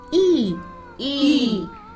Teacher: 日本語のいぐらい横に開いて、もっと横に開いて